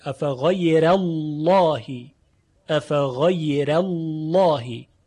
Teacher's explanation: اما بعدش الله لام مفخم و مغلظه، تغلیظ شده. باید دقت کنیم افغیر بعدش لام تغلیظ بشه، افغیر الله، افغیر الله.